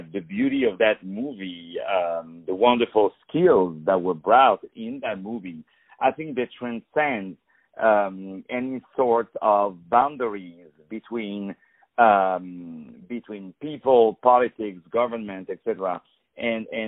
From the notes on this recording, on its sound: On the phone